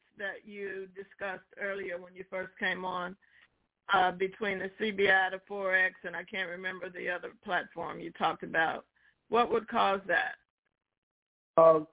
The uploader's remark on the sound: TNTSuperfantastic Conference Call